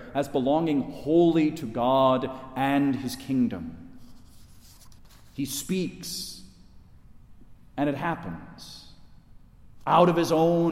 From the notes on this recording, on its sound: Delivered at Resurrection Catholic Church in Wayne, IL